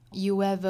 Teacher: 正常语速去连贯的话要加一个小小的 w 的音